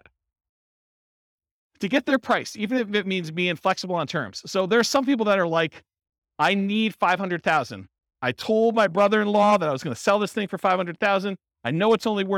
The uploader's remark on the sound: This was a live class recorded. Real estate entrepreneurs in Vancouver, Washington.